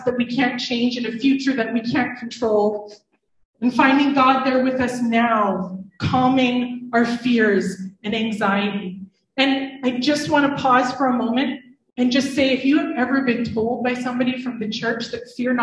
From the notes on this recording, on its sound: IN this live service